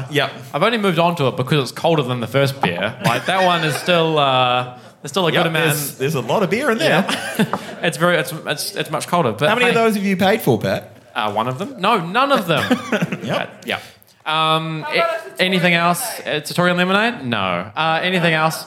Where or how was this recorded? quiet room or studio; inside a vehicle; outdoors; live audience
live audience